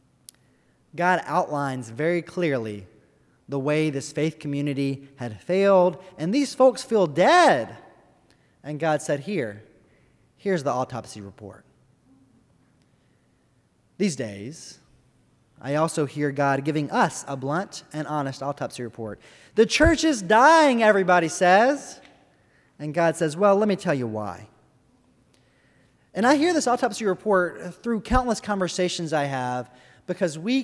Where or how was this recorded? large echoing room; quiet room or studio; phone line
large echoing room